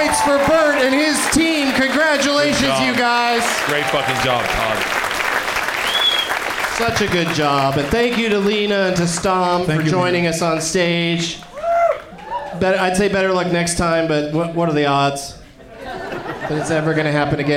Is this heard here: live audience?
yes